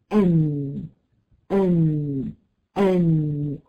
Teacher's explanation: مخرج النون يبدأ من منطقة طرف اللسان · طرف اللسان مخرج النون كده لما بتطلعي لسانك وتخليه كده مدبب يعني رفيع كده من الأمام، بتلاقيه في حتة حمرا كده. طرف اللسان الحته الدقيقه قوي دي هي دي مخرج النون، بتبقى فين؟ بتبقى في منطقه اللثه الاماميه فوق السنتين بالظبط، اول ما تلاقي لثه الاسنان قولي حرف النون على طول.